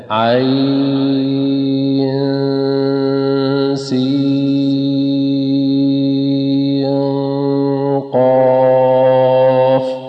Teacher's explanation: ونلاحظ الإخفاء بين النون والسين وبين السين والقاف